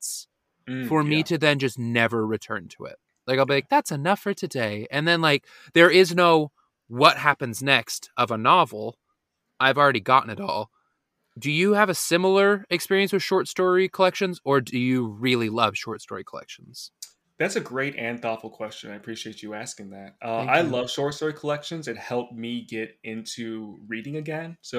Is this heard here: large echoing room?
no